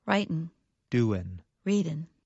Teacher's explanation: In careful speech, Americans pronounce the G at the end of the verb. However, in fast speech, many Americans do not pronounce the G at the end of the verb. The result sounds like this.